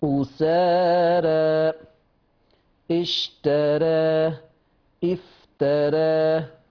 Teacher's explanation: جاء بعد الراء ألف مادية متطرفة فلورش التقليل قولا واحدا